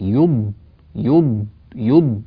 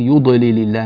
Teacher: الضاد هنا حرف رخو وزمنه طويل · Shown in: first take